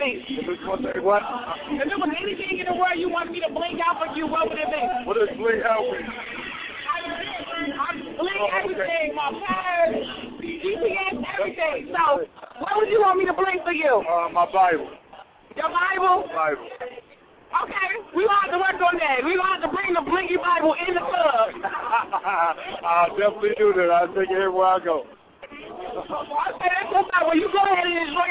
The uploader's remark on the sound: Live at club charisma in downtown chicago!